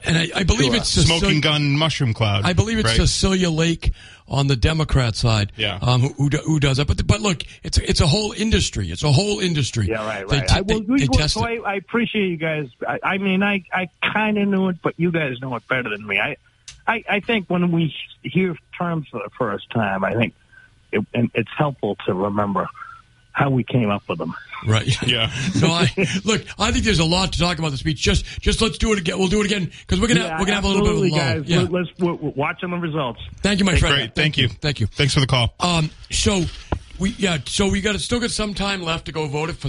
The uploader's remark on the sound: It's primary election night in the SouthCoast and the Commonwealth! Take calls from the audience.